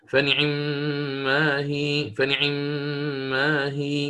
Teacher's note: فيقرأ باختلاس حركة الكسر فيسرع عند النطق به